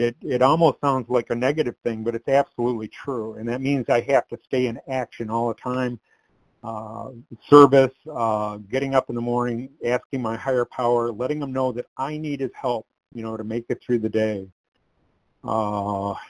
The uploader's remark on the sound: From the 100 Pounders Phone Meeting.